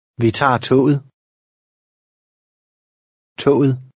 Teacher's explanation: the last G is silent